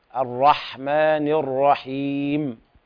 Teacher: بين البحة في الحاء · Term: همس